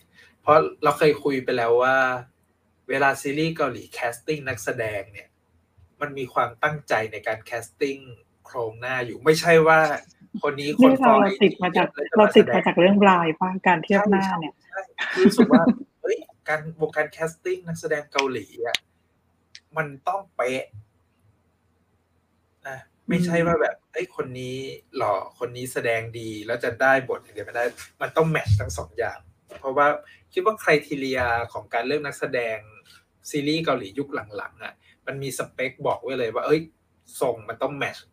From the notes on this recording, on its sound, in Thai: รายการนี้เป็นการทดลองนำรายการสดมาบันทึกเสียงเพื่อลงในเวอร์ชันพอดแคสต์ ทำให้คุณภาพเสียงไม่ได้สมบูรณ์แบบมากนัก มีการพูดซ้อนกันเป็นระยะๆ